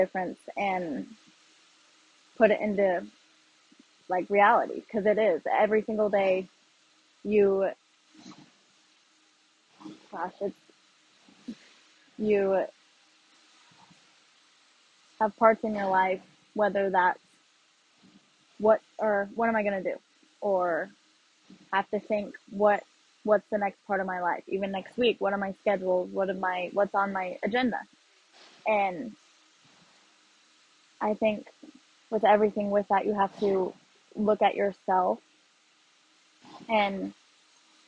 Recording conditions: poor sound quality